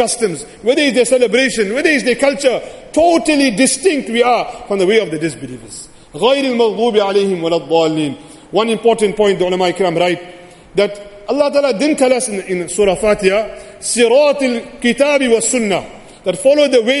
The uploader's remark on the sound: Jumuah lecture